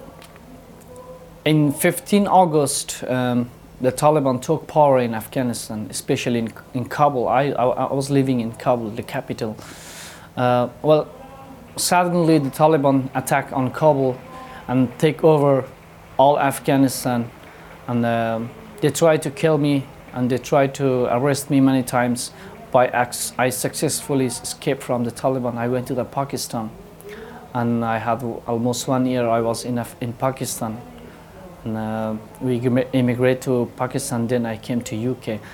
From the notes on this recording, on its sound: Direct from the UK Martial Arts Show 2023.